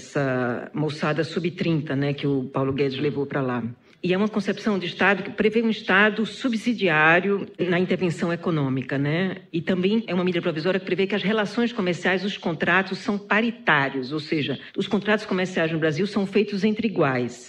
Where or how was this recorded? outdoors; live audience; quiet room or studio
live audience